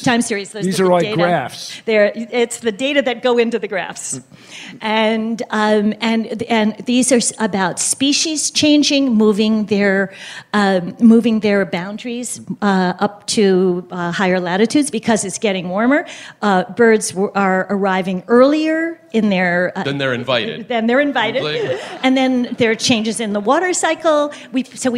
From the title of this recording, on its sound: StarTalk Live!